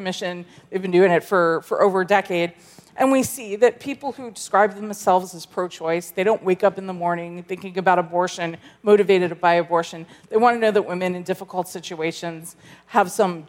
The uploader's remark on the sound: at the Evangelicals for Life 2018 Conference in Washington D.